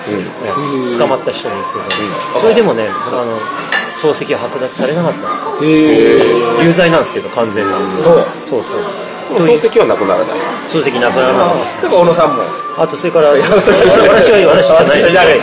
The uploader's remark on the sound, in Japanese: ゲームマーケットで収録。ゲームマーケット2017秋の１日目終了後の打ち上げ会にて。